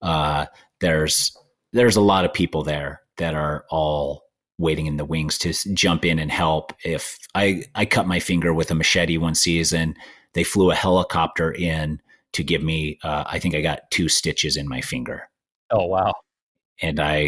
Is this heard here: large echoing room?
no